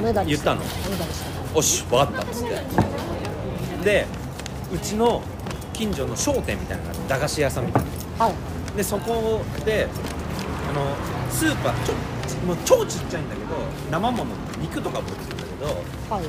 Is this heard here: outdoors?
yes